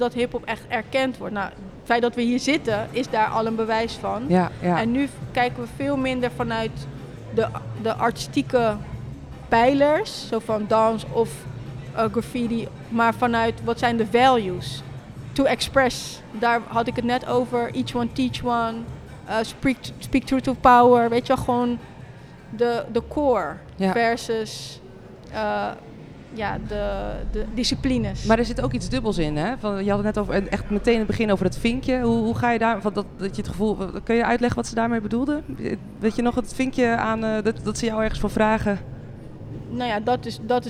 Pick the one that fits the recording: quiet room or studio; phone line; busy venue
busy venue